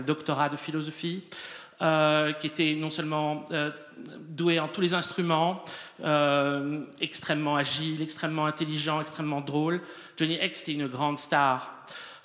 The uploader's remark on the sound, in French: Enregistr&eacute; le 29 novembre 2014 dans la salle Roland Topor Th&eacute;&acirc;tre du Rond-Point. Dans la salle Roland Topor Théâtre du Rond-Point.